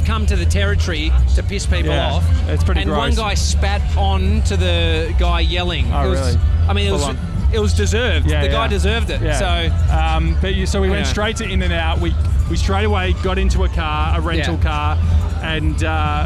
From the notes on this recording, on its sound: Live From The West Hollywood Halloween Carnaval. We're live from LA!